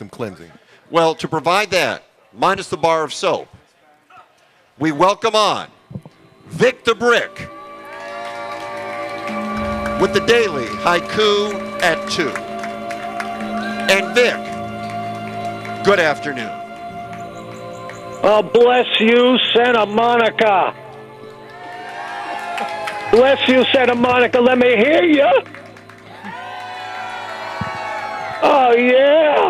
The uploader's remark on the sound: broadcast live from the Third Street Promenade in Santa Monica